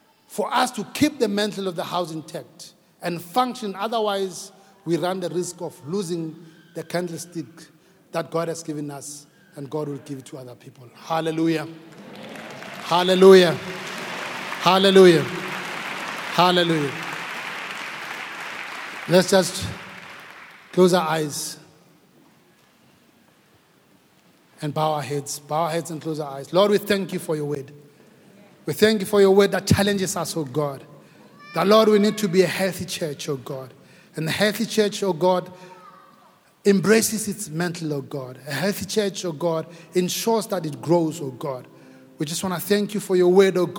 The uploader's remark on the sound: preached at Grace Bible Church Pimville on the 20th of February 2022